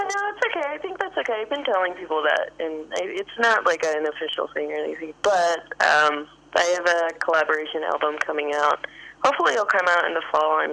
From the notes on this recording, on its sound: hosts a phone interview